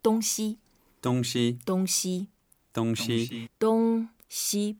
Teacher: Both are first tones, so we make it flat.